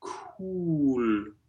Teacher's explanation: it stays rounded in cool, which can sound really, really refreshing if you use that aspirated k and a great oo vowel